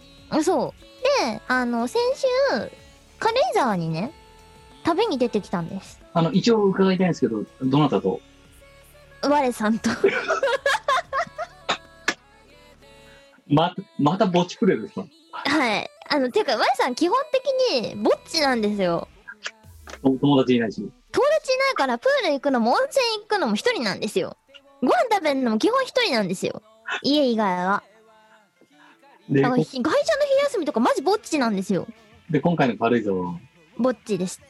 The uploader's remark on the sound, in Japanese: 本番組はリモート収録です。収録時環境の影響により、聴き取り辛い部分があります。